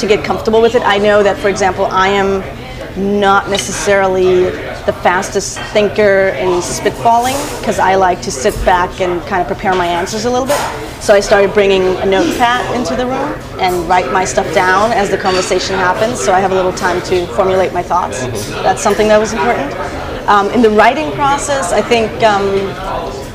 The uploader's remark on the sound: This episode was recorded live